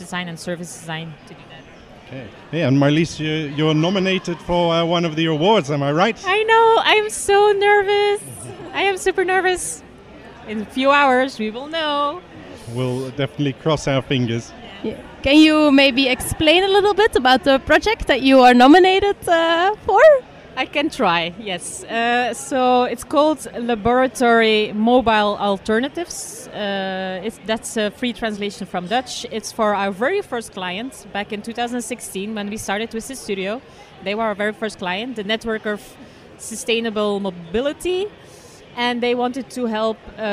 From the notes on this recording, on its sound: Relive the Toronto Global Service Design Conferent. We walked around with our microphones again and bumped into many interesting designers from all over the world.